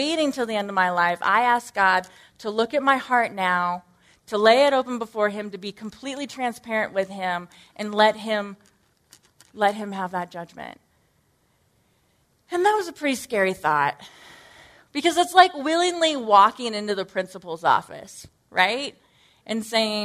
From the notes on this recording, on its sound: Originally recorded at NorthRock Church on March 12, 2018.